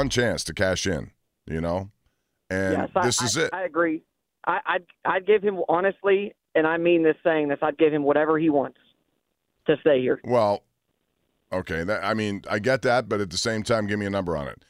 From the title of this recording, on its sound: Many callers chime